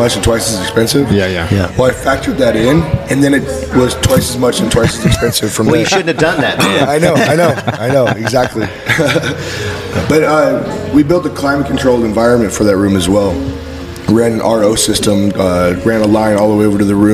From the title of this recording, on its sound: LIVE from Long Beach ISS